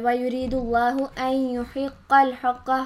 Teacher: हा के ऊपर जो ज़बर इसको भी नहीं लंबा करना · नून के ऊपर जो पेश है इसको भी नहीं लंबा करना